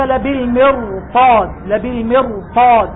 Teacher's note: فخمنا الراء مع أنها ساكنة وقبلها كسر وأصلي ومتصل، لما؟ لأنه وقع بعدها، هكذا يجب أن تقول، لأنه وقع بعد حرف استعلاء متصل مفتوح.